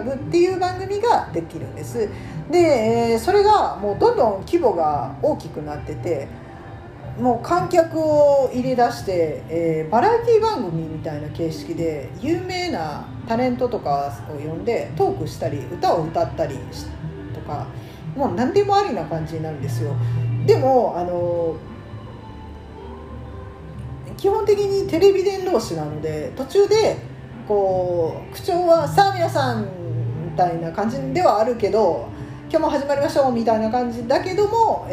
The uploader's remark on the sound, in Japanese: カラオケルームで収録してるので、バックに雑音がかなり入ってます